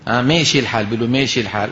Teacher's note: الصورة اللي على اليمين هذا صوت الألف لاحظوا بأن اللسان في وضع الراحة، إذا رفعت وسط لسانك شوي بنكون انتقلنا لمين؟ للألف المقللة اللي منتشر حاليا في بلاد مصر في اللسان العامي